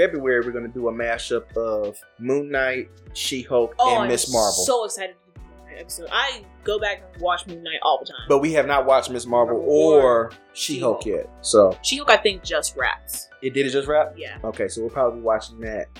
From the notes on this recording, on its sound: We could have edited it out but…eh. There are some audio issues in this one.